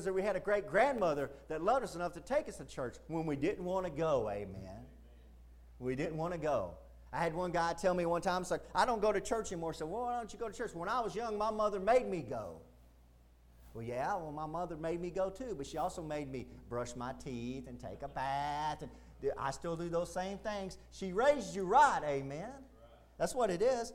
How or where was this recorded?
large echoing room